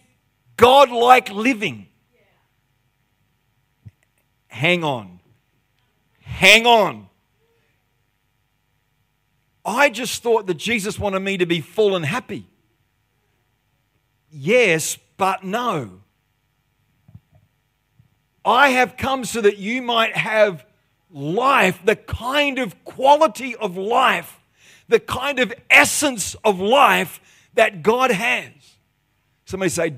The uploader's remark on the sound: The live stream of Destiny Church Atherton.